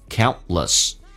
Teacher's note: T 跟 L 在一起的时候，有时候 T 经常的轻轻的形成气流阻塞，不发音